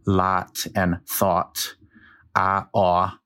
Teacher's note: When I pronounce them, they're both ah. But there are dialects east of the Mississippi that pronounce those as two different vowels